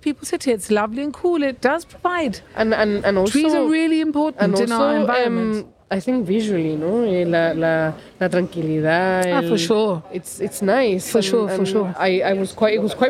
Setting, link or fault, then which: setting, outdoors